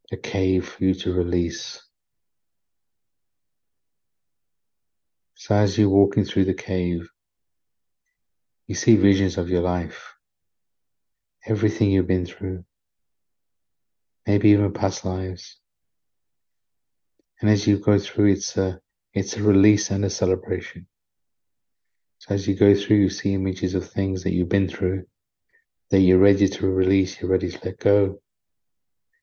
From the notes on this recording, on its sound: Bonus Episode - From Zoom Healing Session. Recorded during a profound healing session via Zoom.